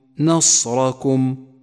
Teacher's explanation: فخمت الراء هنا لأنها مفتوحة · Term: الراء المفخمة